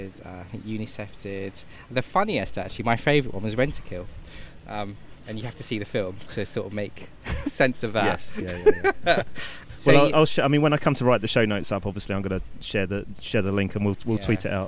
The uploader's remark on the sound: In the first of our series of shows being produced at Cannes Lions International Festival of Creativity 2017.